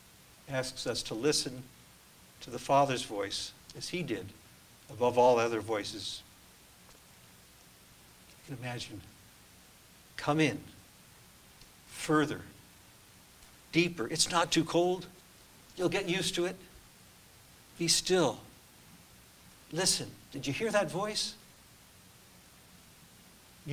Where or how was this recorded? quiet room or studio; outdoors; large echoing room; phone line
large echoing room